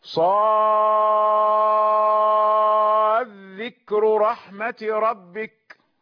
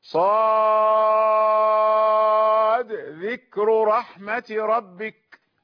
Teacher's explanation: صاد مريم يعني الحروف المقطعة في آخرها حرف الصاد تمد مدا طويلا 6 حركات، فالذين يدغمون الصاد في الداء في الذال في ذال لفظ ذكر رحمة ربك يدغمون الدال من الصاد هكذا صاد ذكر رحمة ربك، والذين يظهرونها يقلقلون الدال · Shown in: second take